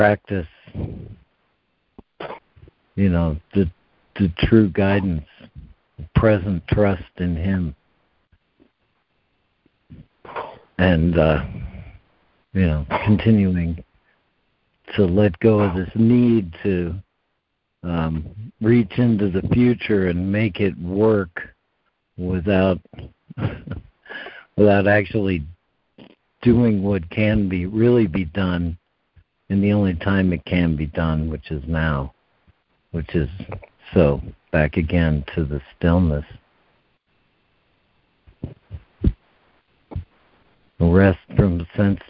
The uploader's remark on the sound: ACIM Daily Conference Call.